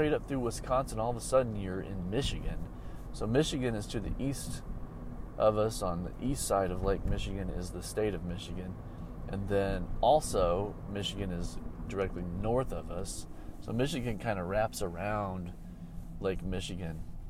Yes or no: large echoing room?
no